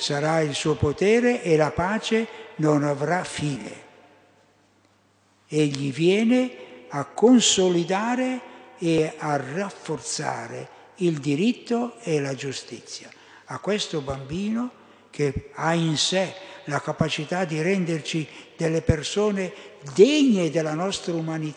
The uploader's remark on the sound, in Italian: Durante la Santa Messa solenne di Natale - ore 11.15 - Vergiate.